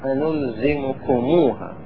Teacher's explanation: فإذا جاء بعد كتابكم مثلا بعدكم جاء ضمير مثل الهاء، هنا نقول مثلا إيش أنلزمكم هاء في نوع عسر، فنضم الميم ونشبعها فتصبح واو